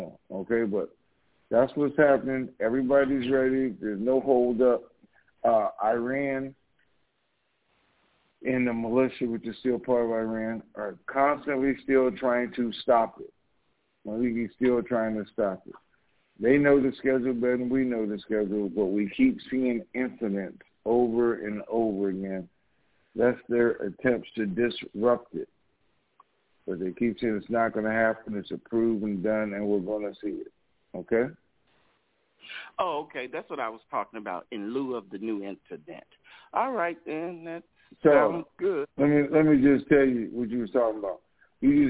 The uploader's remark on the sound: TNTSuperfantastic Conference Call